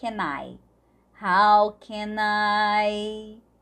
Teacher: Nós vamos unir esse can I, porque a gente tem um último som de consoante e o próximo som aqui é de vogal